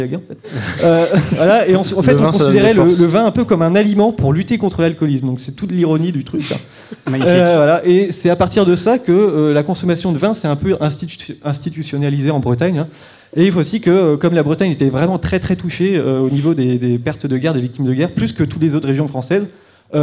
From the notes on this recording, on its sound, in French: A PodRennes 2017. Enregistré en live à PodRennes!